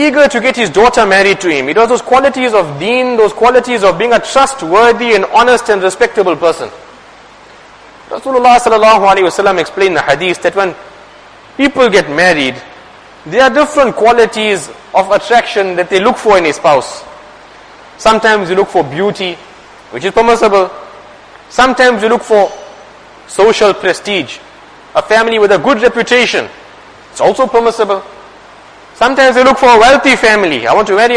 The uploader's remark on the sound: Jumuah lecture